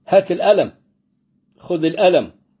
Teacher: طبعا احنا ما بننطق القاف قاف في اللهجة المصرية، لا وجه بحري ولا وجه قبلي. وجه بحري الدلتا، القاهرة وضواحيها، القاف ما بتتنطقش، تتنطق همزة.